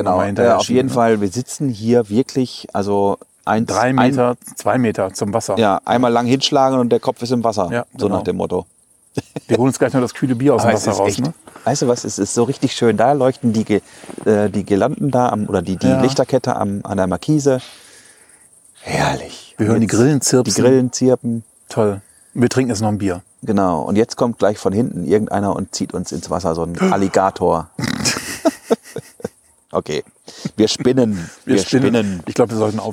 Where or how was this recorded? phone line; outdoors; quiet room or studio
outdoors